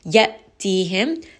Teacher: Again, we have Hamza with that sukun. So give it a little bit of that jerk. It has jahar. So make sure that it does abruptly stop in that throat.